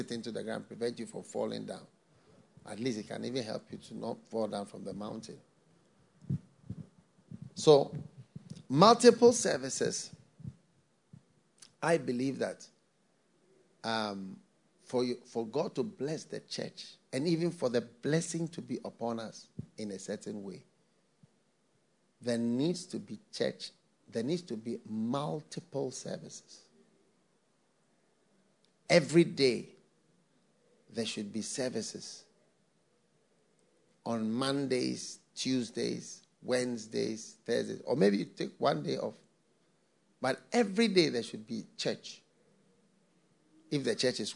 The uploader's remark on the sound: message preached at the FLOW Church